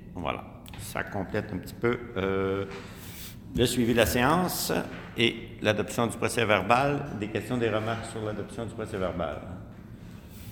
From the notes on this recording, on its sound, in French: Enregistrement de la séance du conseil municipal de Saint-Sévère